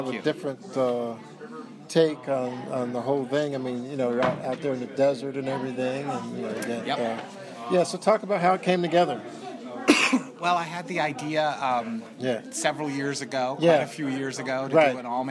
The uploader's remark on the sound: LIVE from the Clifton Film Celebration. LIVE from the First Annual Clifton Film Celebration - an independent film festival in historic Clifton, Virginia.